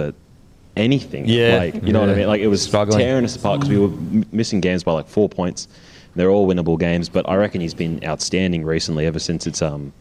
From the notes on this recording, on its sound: infront of our live audience